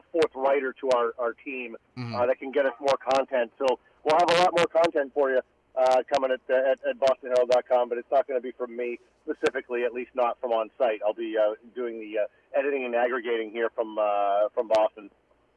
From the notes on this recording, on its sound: In-studio. Calls in as well!